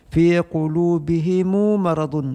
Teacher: Pada kalimah fi qulubihim, qulubihim di sini perbedaan imam Qalu dan Qumbul membaca dengan tambahkan waw mati setelah mim mati dan harakatkan mim menjadi dhammah, menjadi lafaznya himu fi qulubihimu maradun.